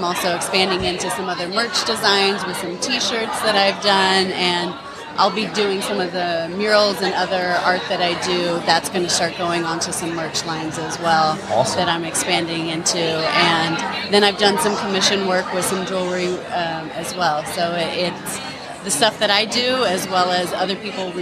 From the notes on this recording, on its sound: LIVE from HAVEN 2022.